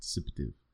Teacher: So the A is short, dissipa, and then tiv, that's the one that gets the longer emphasis, dissipative.